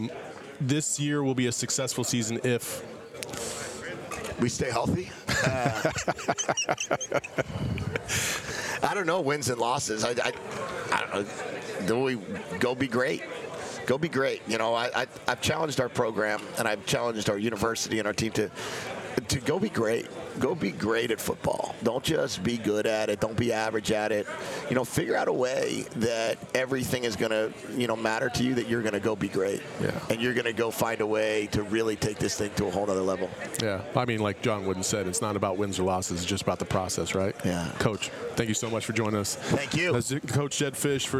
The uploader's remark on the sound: At Pac-12 Media Day and we are LIVE from Las Vegas at Resorts World.